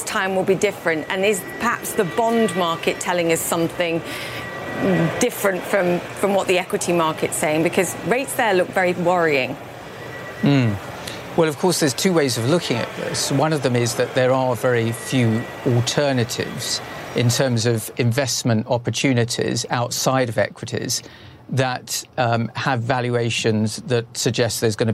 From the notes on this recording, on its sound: live from the New York Stock Exchange